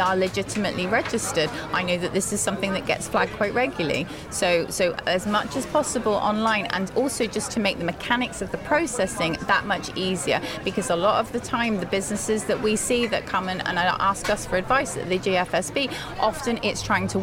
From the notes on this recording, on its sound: Gibraltar Today was in the heart of town, with a live broadcast from Little Rock Cafe in Casemates.